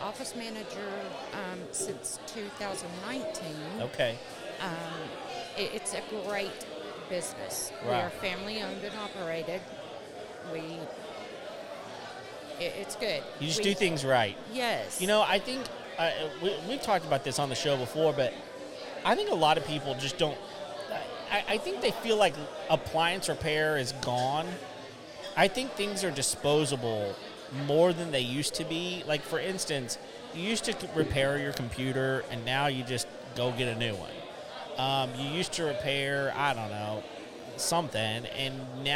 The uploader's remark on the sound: We are live at the Net networking event in Conroe, TX. We are here at Moco Food Hall, and it's an awesome place with a coffee shop, burger place, cajun place, and an asian place - all air conditioned and out of the rain.